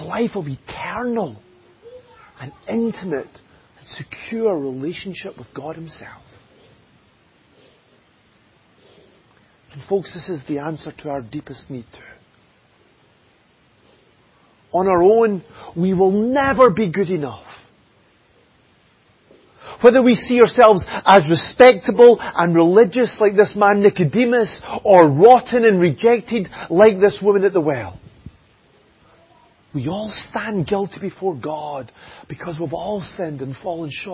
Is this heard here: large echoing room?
yes